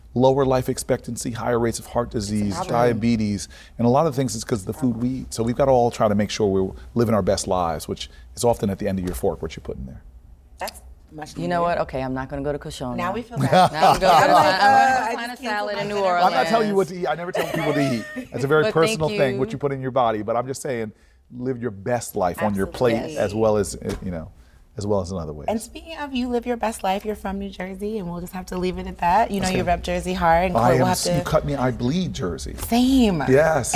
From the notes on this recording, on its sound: In New Orleans at ESSENCE Festival